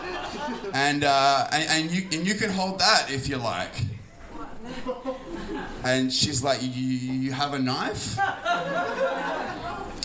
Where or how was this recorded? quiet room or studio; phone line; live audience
live audience